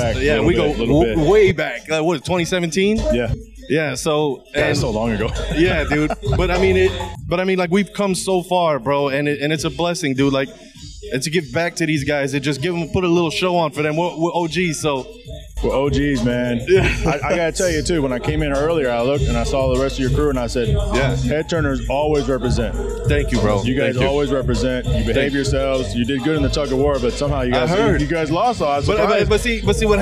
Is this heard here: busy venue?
yes